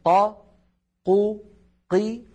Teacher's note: لاحظوا أني استخدمت حرف القاف، والقاف من حروف أجد قط بكت، يعني حرف شديد، يعني ينحبس الصوت عند النطق به، فزمن قا قو قي واحد.